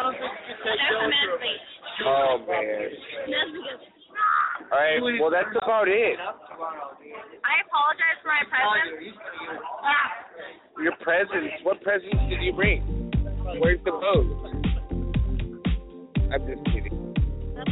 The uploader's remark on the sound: Broadcasting live from the Old Towne Pub in Pasadena!